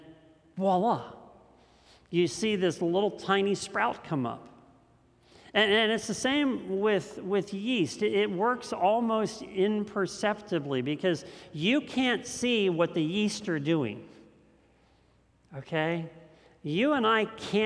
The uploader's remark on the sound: This message was first preached on August 15th 2021 at Linglestown Life Church in Harrisburg PA.